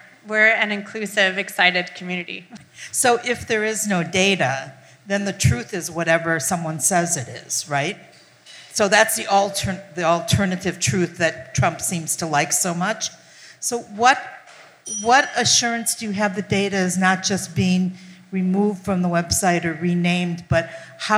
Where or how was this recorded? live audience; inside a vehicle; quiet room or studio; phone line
live audience